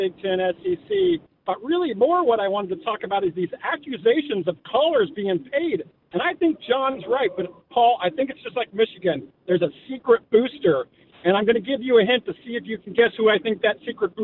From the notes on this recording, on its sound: taking your phone calls